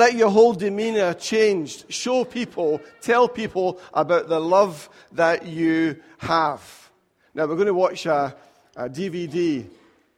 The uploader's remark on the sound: Recorded at freedomcentre church, Preston on Sunday 1st April 2018